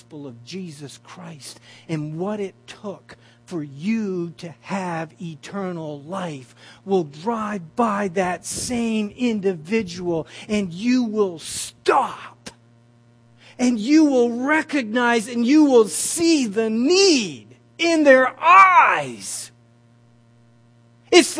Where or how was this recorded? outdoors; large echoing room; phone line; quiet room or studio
large echoing room